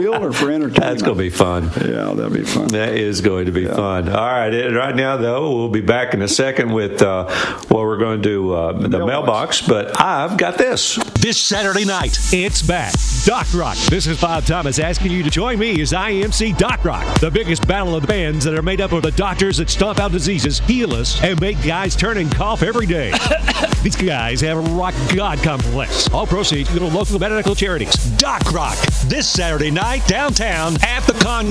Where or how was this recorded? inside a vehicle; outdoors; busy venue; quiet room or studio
busy venue